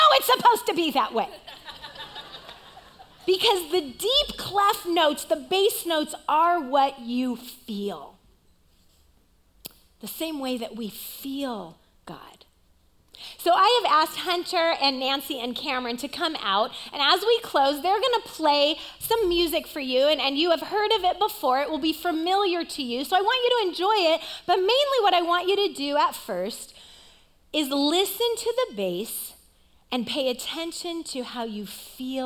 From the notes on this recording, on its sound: Recorded live at CrossWinds Church on October 1st , 2023.